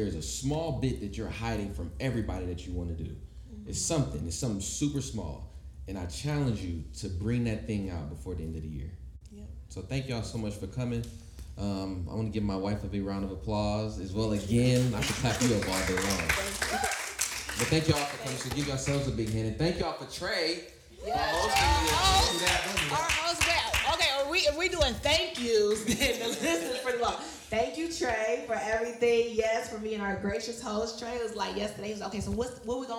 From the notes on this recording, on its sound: Live podcast! We had a live recording event to celebrate.